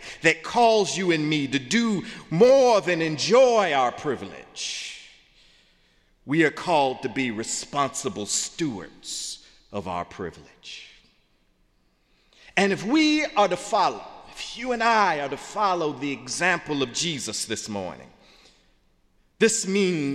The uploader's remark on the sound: in the Memorial Church